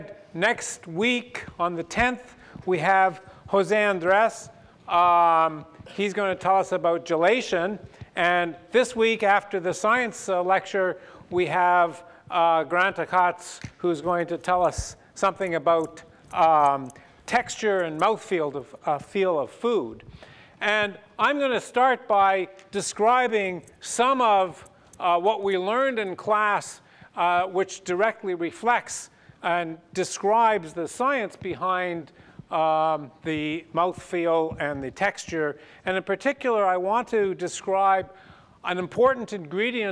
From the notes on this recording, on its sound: This public lecture series discusses concepts from the physical sciences that underpin both everyday cooking and haute cuisine.